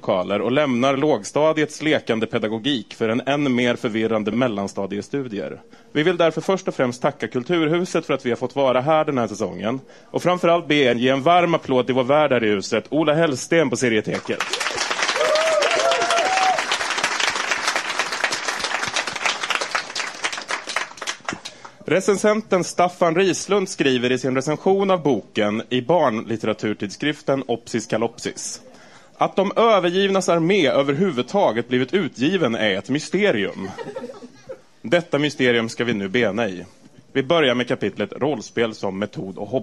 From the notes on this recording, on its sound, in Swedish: Inspelat live på Serieteket i Stockholm.